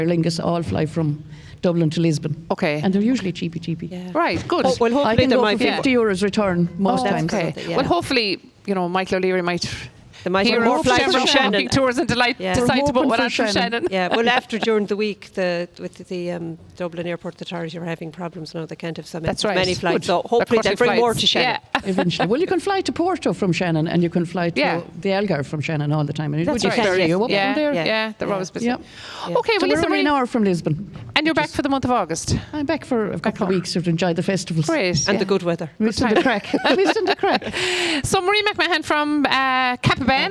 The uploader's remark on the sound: As broadcast live from the the Fair green at the Scariff harbour festival on 5th August 2023.